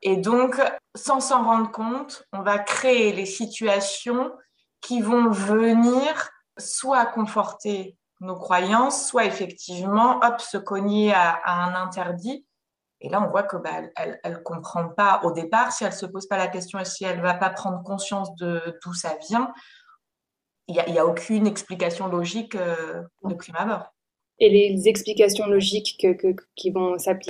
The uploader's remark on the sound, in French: Je vous invite à découvrir ou redécouvrir les interventions magnifiques enregistrées en Mars 2022, lors du Sommet Virtuel "Take It Féminité : être une femme active et émotive en 2022".